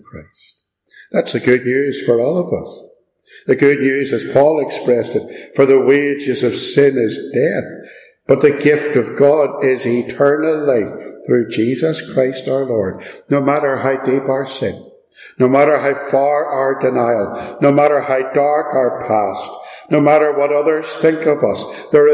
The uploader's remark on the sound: Preached and recorded at Ballymacashon.